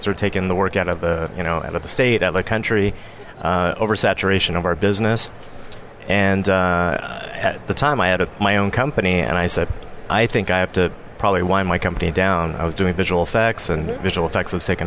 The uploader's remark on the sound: Day 3 Live at NAB show 2017! VoiceAmerica teams up with StoryTech and Host. To bring you all the digital thought leadership live from the NAB show 2017 Advanced Advertising Pavilion.